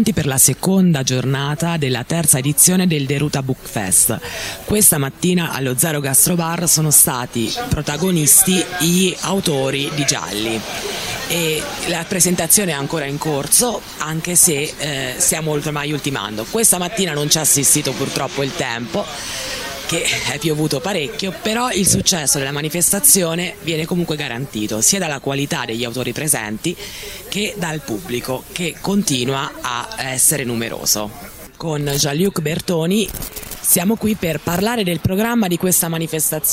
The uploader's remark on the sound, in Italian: Con i microfoni di RTN Radio siamo andati a Passignano s/T a visitare la manifestazione Cartoline dal Trasimeno, nella sua prima edizione e a Deruta, al Book Festival, una importante kermesse dedicata al mondo dei libri.